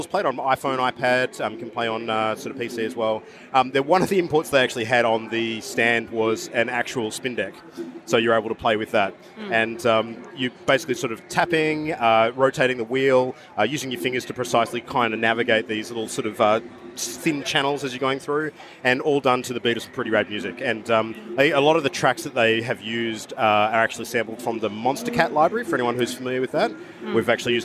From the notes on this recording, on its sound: A collaborative episode recorded live on the PAX Australia convention floor.